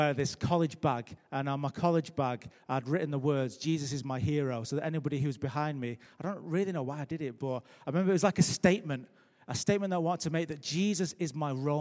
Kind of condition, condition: setting, large echoing room